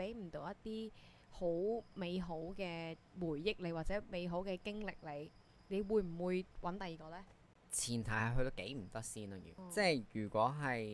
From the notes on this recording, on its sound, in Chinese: 本集因收音故障，雜音較多，敬請見諒。